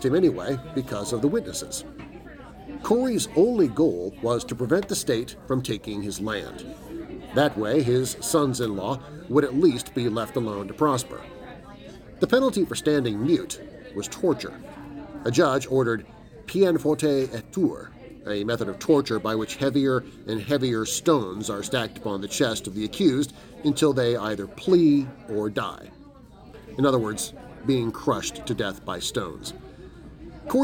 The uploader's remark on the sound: Recording live at Visually Odd Con 2022!